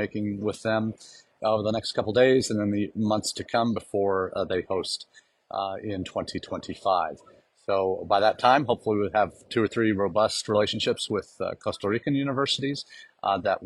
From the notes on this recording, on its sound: comes to you from Las Vegas, where the CAEI conference enters its 2nd of 3 days.